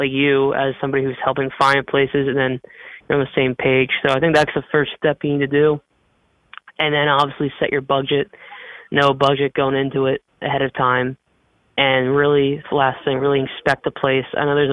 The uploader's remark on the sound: hopped on the phone with me.